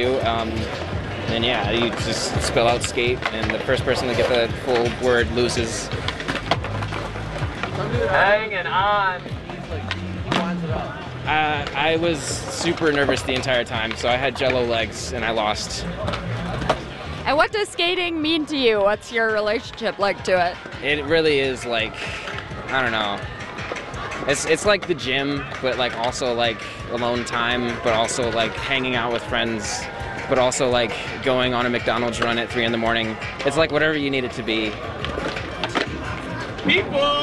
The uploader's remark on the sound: Skateboarders shred in Chicago’s Grant Park on Go Skate Day. Hundreds of people came to downtown Chicago with skateboards, scooters, and roller skates for Go Skate Day 2023. This audio postcard brings you to Grant Skate Park, to hear boarders stick some tricks.